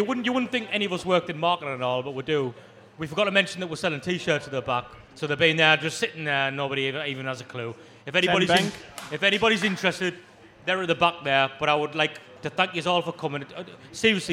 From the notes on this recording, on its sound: Wise Men Say live at Southwark Brewery. Recorded live at Southwark Brewery, London.